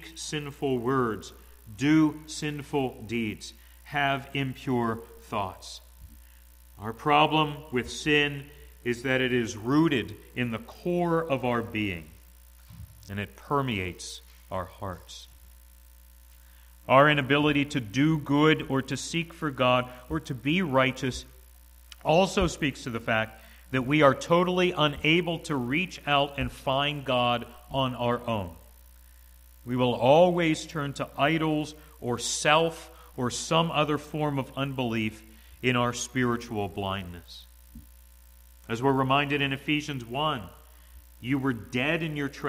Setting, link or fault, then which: setting, large echoing room